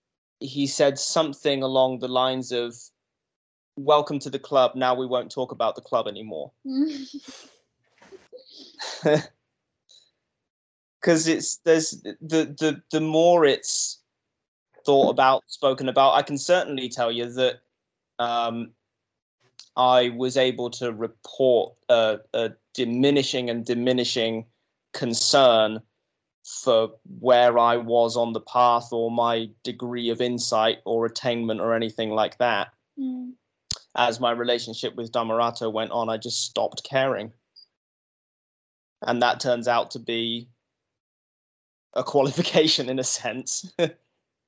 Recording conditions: video call